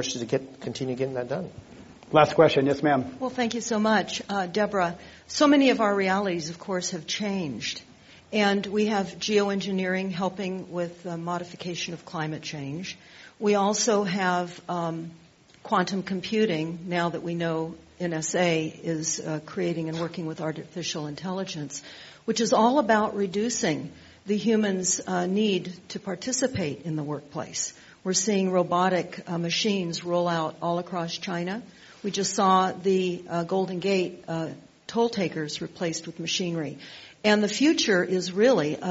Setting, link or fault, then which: setting, live audience